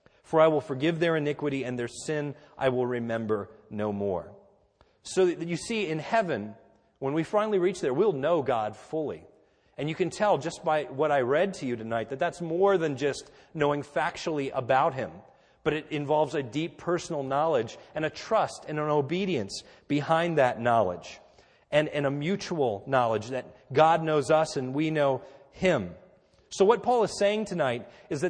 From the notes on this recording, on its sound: This is a sermon recorded at the Lebanon Bible Fellowship Church, in Lebanon, PA, on 12/31/2013 during our New Year’s Eve service